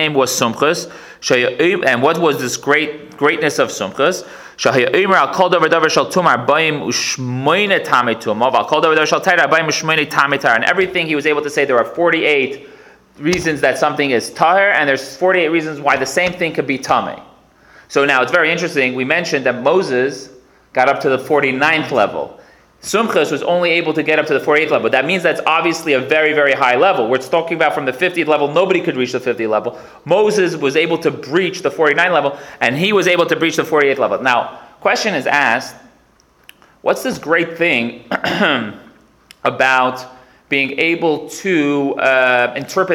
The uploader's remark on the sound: Recorded live at The Torah Center ATL